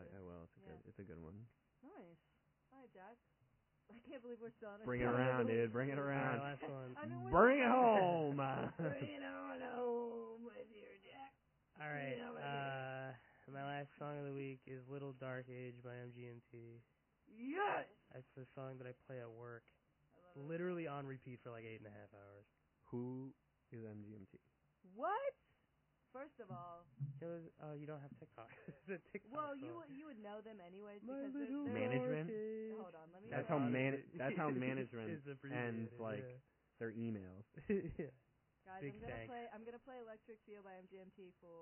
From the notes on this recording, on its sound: If you’re shocked by the audio quality, so are we! Nobody knows why or how this happened. Pretend ur listening to an old, mangled radio show.